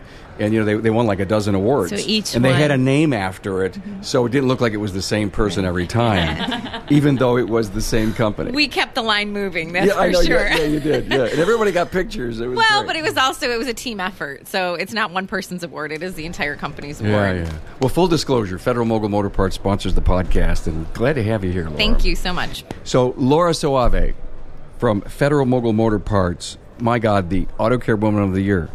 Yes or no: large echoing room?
no